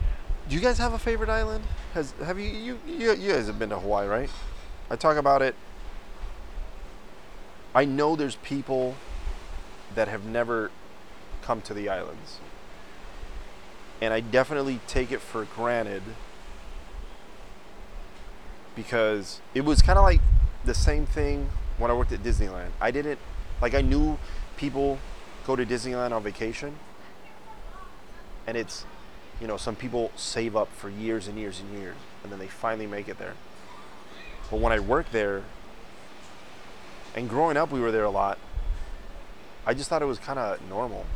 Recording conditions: wind noise